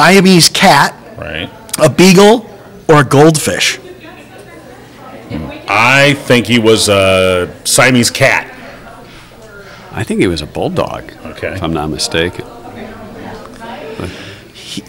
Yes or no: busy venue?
yes